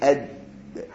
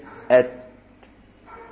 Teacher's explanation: طرف اللسان مع أصل الثنايا العليا · Term: حروف متجانسة